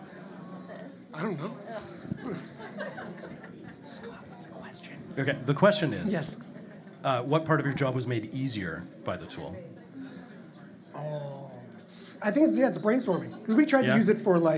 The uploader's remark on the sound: CJSW was invited to record a panel organized by the BIG Winter Classic Festival. This standalone podcast episode features the recordings of that panel, featuring some bonus content from the organizers of the event adding in some context to the discussions.